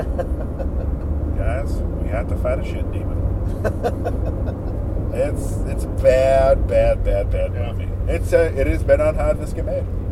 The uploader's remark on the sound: As they drive to Brooklyn. Road Trip to BAM.